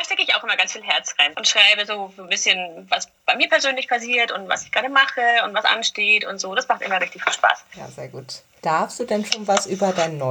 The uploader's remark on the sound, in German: Entschuldigt bitte, dass die Tonqualität leider nicht auf dem üblichen Niveau ist, da das Interview digital geführt und aufgenommen wurde.